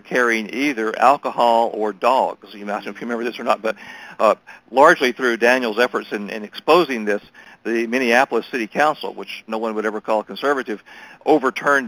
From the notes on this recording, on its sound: briefed MEF in a conference call on November 21, 2018